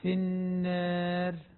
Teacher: والألف التي بعدها راء مكسورة ومتطرفة أيضا تقلل قولا واحدا عند ورش · Term: تقليل الألف